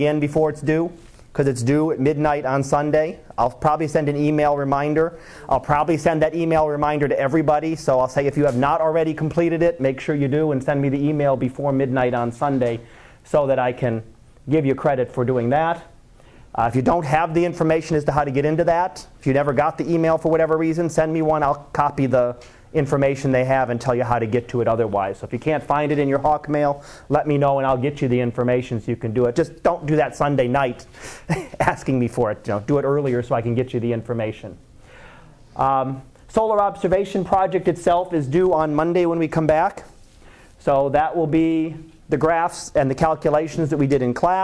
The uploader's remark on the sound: Live Class Lecture